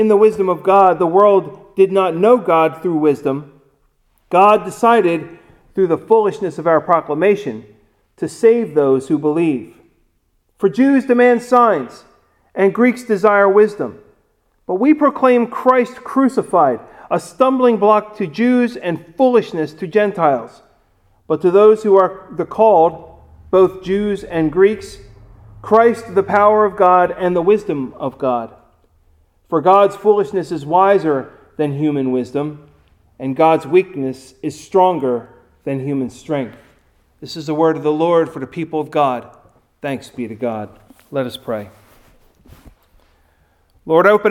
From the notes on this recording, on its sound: Recorded at Ebenezer UMC on March 7, 2021